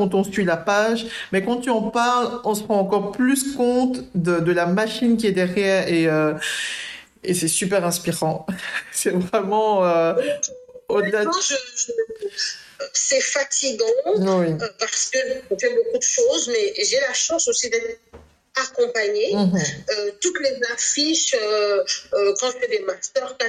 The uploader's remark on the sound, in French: Je tiens tout d'abord à m'excuser pour la qualité médiocre de cet enregistrement.